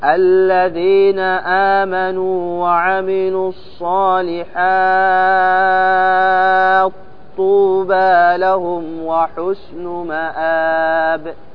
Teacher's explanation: طول المد ثم أضغم التاء في الطاء · Term: المد اللازم